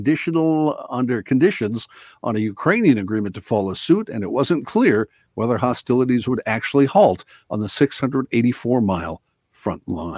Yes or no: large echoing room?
no